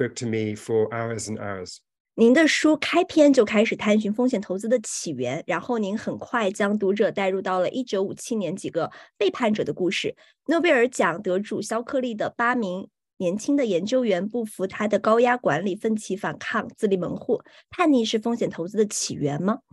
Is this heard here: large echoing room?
no